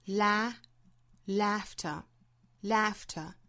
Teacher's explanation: Laughter 这个词在英音之中发成一个上下开口度更大的一个音哈